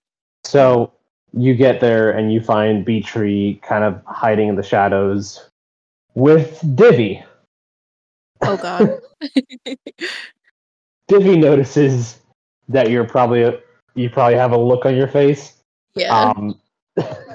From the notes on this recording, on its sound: Audio is a little rough but otherwise a fun little start.